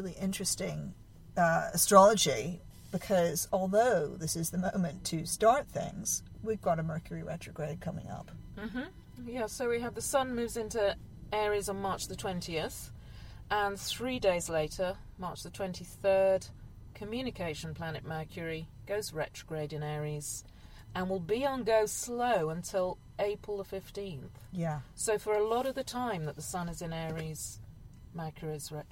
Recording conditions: inside a vehicle